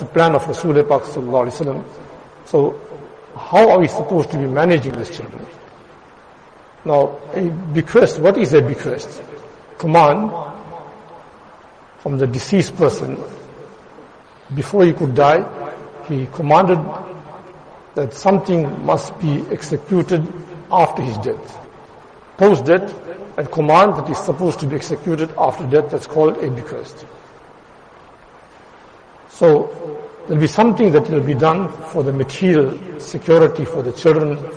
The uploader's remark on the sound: Jumuah lecture at Madressah Taleemuddeen